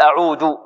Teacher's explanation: هناك من ينطق بالذال دالا يقول أعود